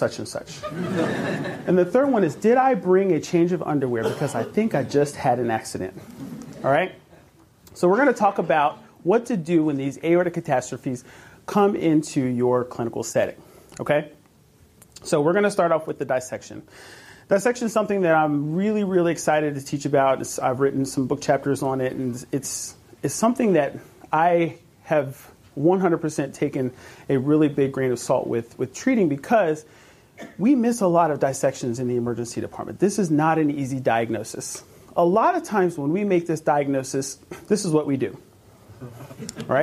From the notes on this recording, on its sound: Back in late 2018 we gathered in Manchester for the inaugural #stemlynsLIVE conference.